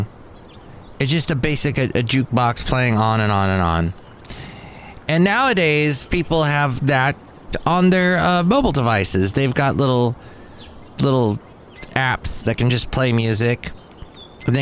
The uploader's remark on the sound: podcasts live from Cafe Anyway